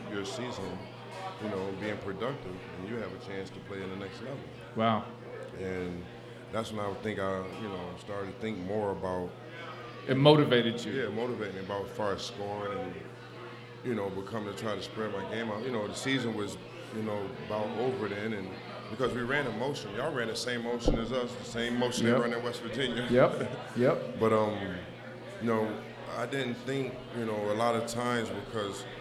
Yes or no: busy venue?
yes